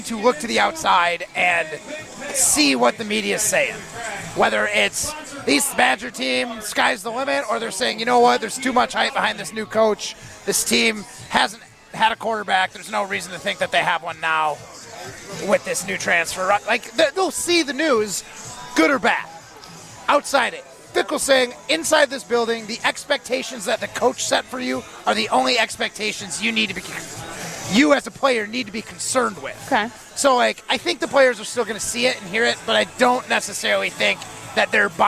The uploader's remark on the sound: Live from Lake Windsor Country Club.